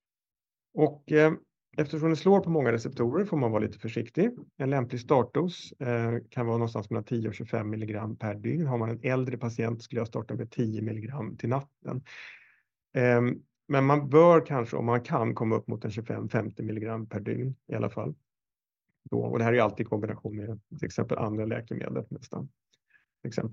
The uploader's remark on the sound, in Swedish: Ljudinspelningen från SOFs webbinarium Palliativ medicin – smärtbehandling.